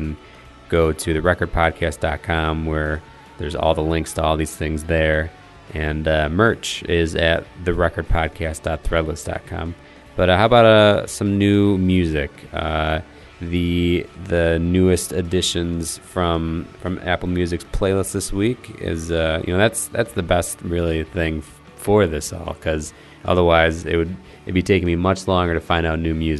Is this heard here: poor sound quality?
no